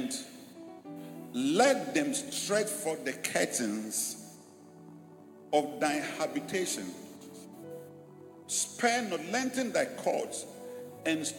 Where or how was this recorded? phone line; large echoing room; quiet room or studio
large echoing room